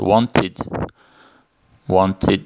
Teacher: o som do Ed no final é como se fosse id